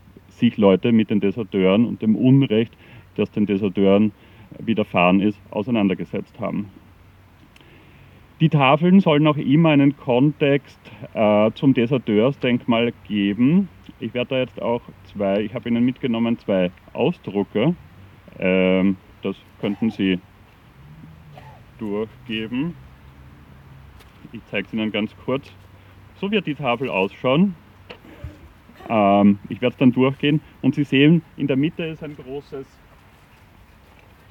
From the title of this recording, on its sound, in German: Gedenkveranstaltung für die Opfer der NS-Militärjustiz am 26. Oktober 2022 im Donaupark in Wien-Kagran